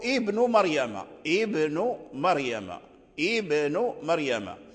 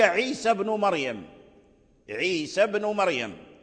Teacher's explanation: هذه همزة الوصل في الابتداء تظهر، ولكن في إدراج الكلام، إدراج الكلام في بعضه البعض همزة الوصل تذهب